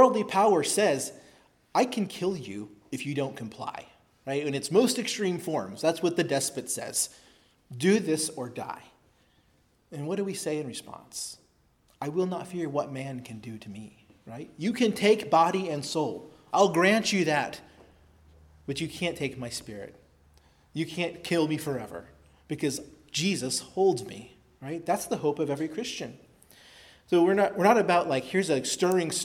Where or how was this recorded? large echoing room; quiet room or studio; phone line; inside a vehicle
large echoing room